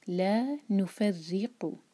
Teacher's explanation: قاف جو ہے ہیوی لیٹر ہے اور حلق سے نکالیں گے اور یہ ایک حرکہ ہوگا.